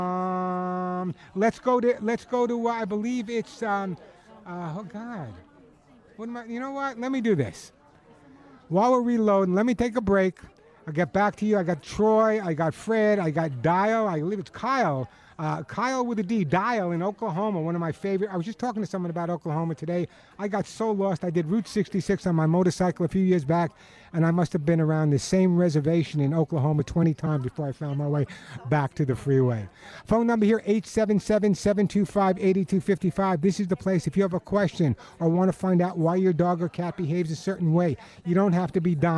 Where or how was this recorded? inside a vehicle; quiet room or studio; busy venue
busy venue